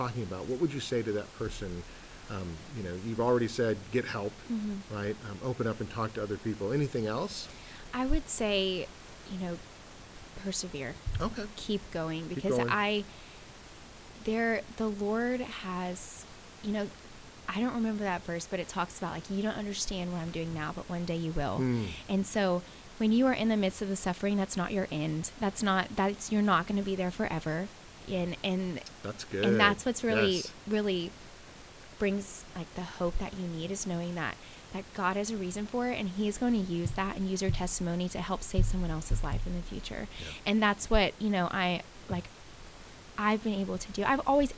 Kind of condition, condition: fault, background noise